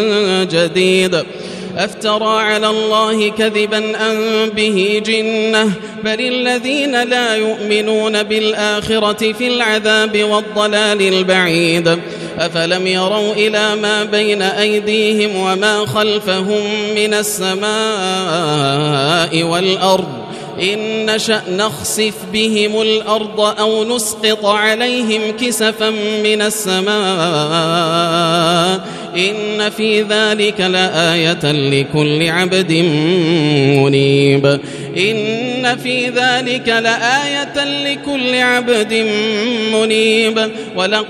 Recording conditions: large echoing room